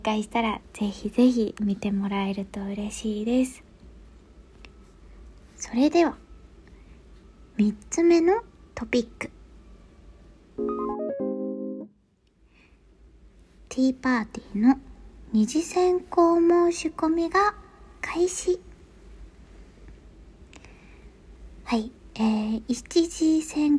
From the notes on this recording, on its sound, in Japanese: 撮影で出張中のためベルリンからお届け！Iphone収録なので少し聴き苦しかったらごめんなさい。